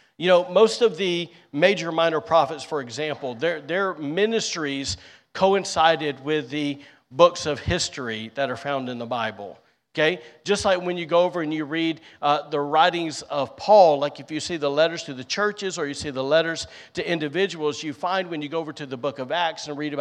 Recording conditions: large echoing room